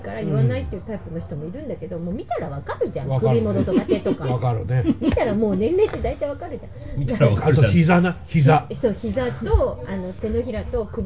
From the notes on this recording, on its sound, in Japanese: 超久しぶりに外で食事しながらの収録でした。美味しい中華とゲストも一緒に良い年初を過ごせました。